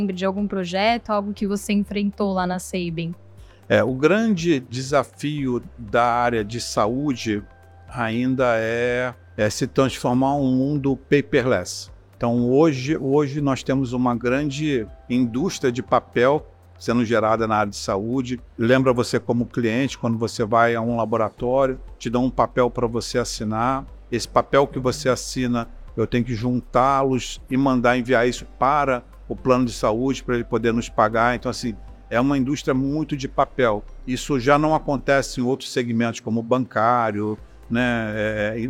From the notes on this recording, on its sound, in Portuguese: Em conversa especial gravada durante o IT Forum Salvador. Especial IT Forum Salvador. Em conversa especial gravada durante o IT Forum Salvador.